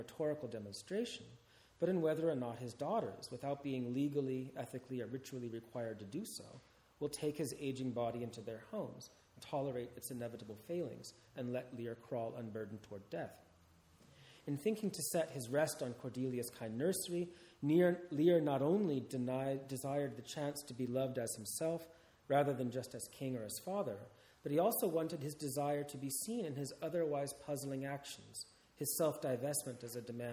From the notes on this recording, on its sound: This talk is part of the Shakespeare and the Enlightenment symposium, held at Garrick's Temple to Shakespeare(Hampton, London) in September 2016.